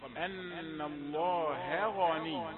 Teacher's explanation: الهاء رفيقة والغين مفخمة